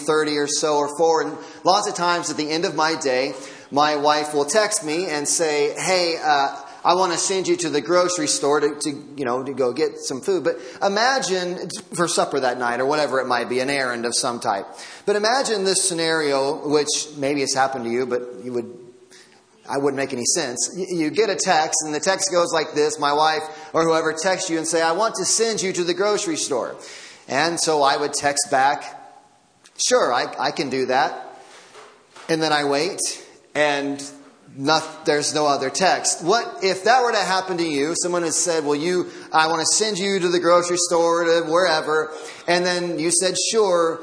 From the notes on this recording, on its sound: Audio from Christmas Eve Service.